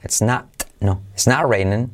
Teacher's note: la T de not, fíjate, que casi no se dice